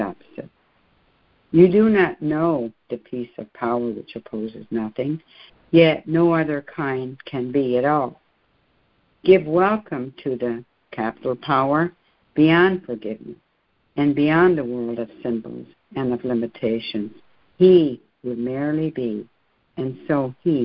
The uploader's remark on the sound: ACIM Daily Conference Call